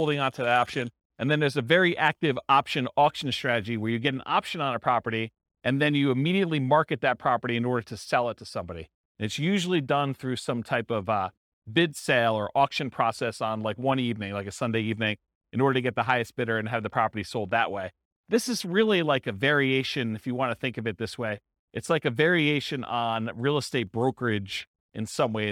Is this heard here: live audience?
yes